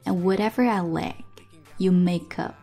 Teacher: And 的失去爆破， lack 也可以把它爆掉。 You make up, make up 小连读。